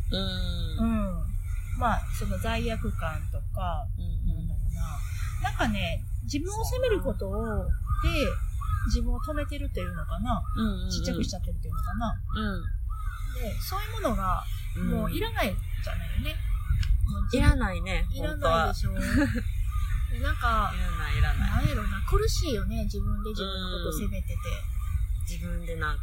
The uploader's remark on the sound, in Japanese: 寝起きにゲストさんをお迎えして収録という、なんとも有難い展開となっております。明石海峡大橋の近くのビーチで早朝から収録しました！朝の海は忙しい！！波の音と、風の音も入って。